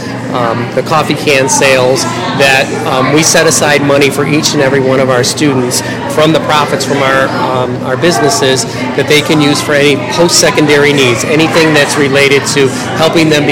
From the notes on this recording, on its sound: LIVE From Transition Perks Coffeehouse. Podcasting live from LTHS' Transition Perks Coffeehouse.